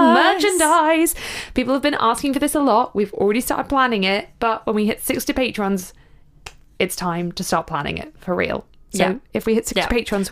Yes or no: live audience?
no